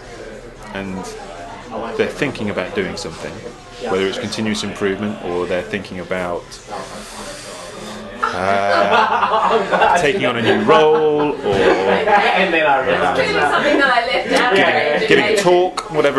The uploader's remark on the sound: From Peveril Of The Peak, Manchester, UK.